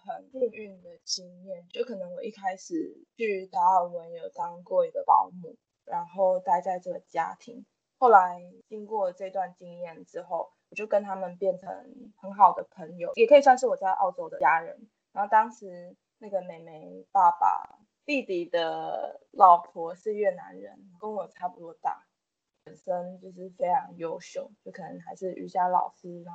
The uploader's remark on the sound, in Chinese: 本集音質比較差，建議避免使用耳機收聽